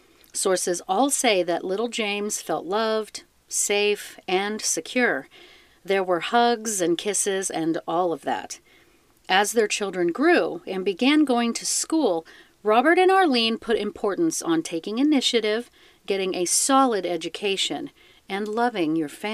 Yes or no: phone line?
no